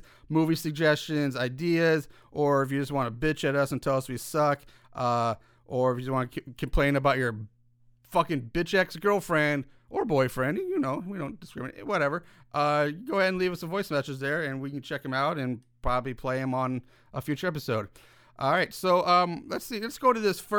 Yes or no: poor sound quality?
no